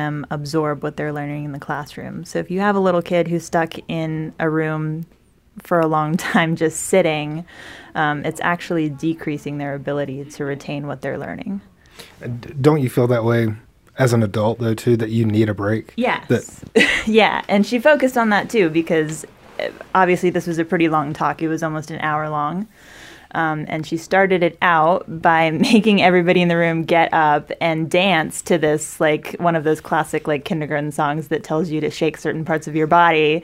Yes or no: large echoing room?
no